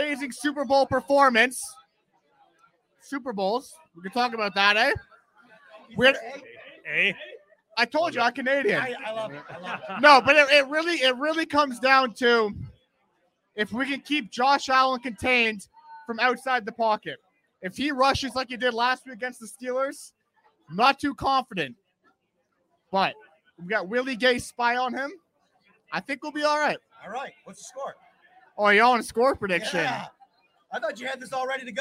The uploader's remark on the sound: live from Wingnutz Bar & Grill in Amherst.